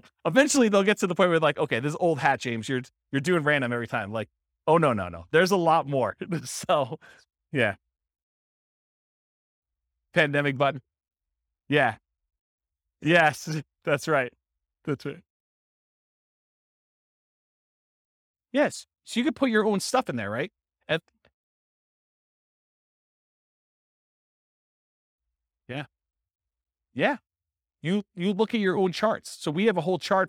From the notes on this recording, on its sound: This was a live class recorded